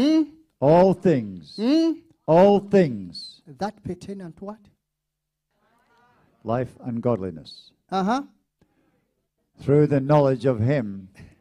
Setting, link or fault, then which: setting, large echoing room